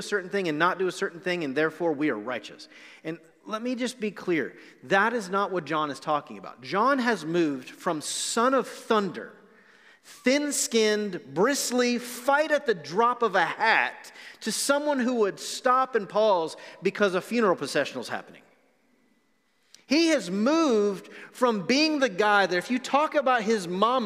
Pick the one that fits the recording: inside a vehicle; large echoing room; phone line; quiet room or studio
large echoing room